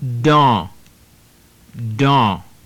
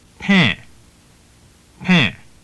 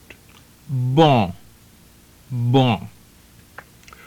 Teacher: Nasal sounds are pronounced partially through the nose, but without the N itself pronounced. There are no real English equivalents, but they are the nasal sounds are somewhat close to en, A-N, as more or less in our word alms.